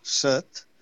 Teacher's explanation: les illes es pronuncia en vocal neutre